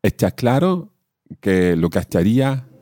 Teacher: One of the features of this accent is that S's are quite often swallowed a little.